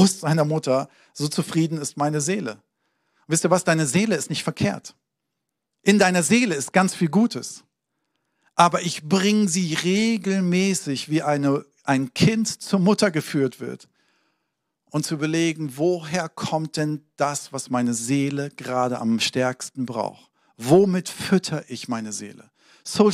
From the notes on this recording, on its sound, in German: Sonntagspredigt aus dem Standort Bochum.